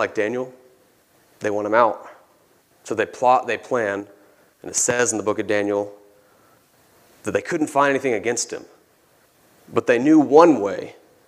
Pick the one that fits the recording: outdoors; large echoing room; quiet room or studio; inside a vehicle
large echoing room